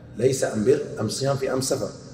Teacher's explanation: وأيضا يعني يكون ويأخذ حكم أل أم في لغة حمير، أم في لغة حمير. وإلى الآن في بعض القبائل ما يقولون أل، يقولون أم. وفي الحديث ليس أم بر أم صيام في أم سفر، فقلبت اللام ميم.